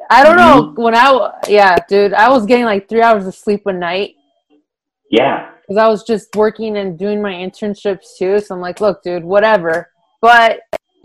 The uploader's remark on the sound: I do apologize for the sound quality of this conversation. It’s not the best, but still works.